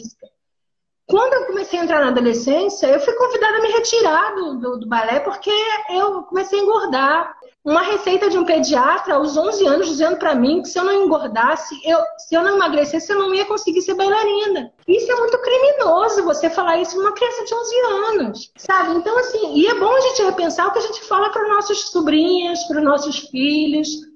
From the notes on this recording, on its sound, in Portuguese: uma série que registra conversas ao vivo (live) que rolaram no Instagram